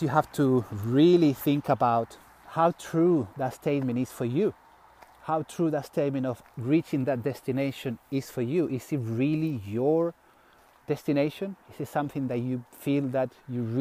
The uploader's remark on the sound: reflects while walking on the road